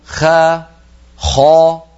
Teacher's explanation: صوت الخاء قد اصطدم بقبة الحنك وعاد وله رنين يملأ الفم. هذا الرنين الذي يملأ الفم سماه علماؤنا التفخيم، لذلك قالوا التفخيم مستحق الاستعلاء، يعني يترتب على الاستعلاء أن يكون الحرف مفخما.